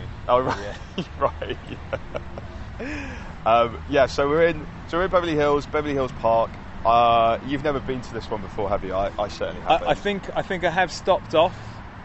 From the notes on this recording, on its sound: We messed about outside Beverly Hills Police HQ recreating shots from Beverly Hills Cop then hung out in Beverly Hills Park.